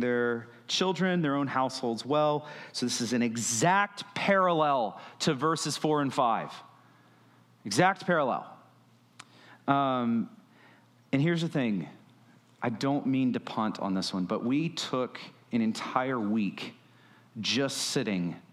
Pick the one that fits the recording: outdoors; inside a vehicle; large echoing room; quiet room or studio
large echoing room